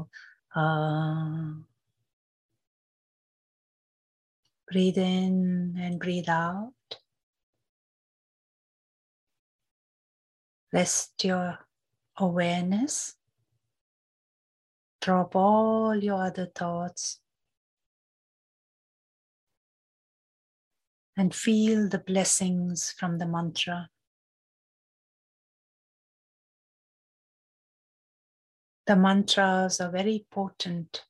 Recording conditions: video call